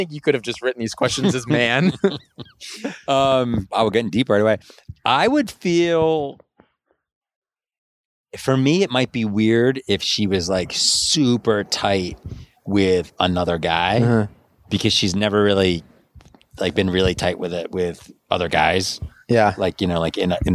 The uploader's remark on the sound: sit on a sidewalk outside a gym